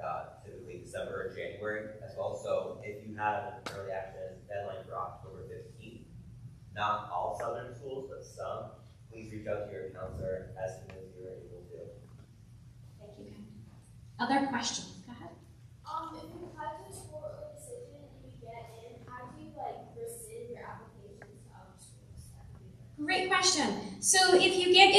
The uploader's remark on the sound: we release the audio from our College Kick Off meeting for parents and their seniors